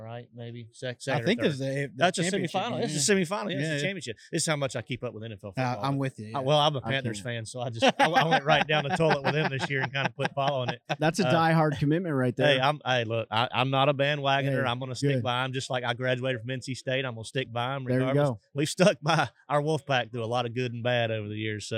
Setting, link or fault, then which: setting, busy venue